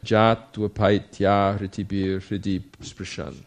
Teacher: So it goes najatvapaiti, and the y or the e at the end of apaiti becomes ya, and it sort of blends into the next vowel yahritibhir.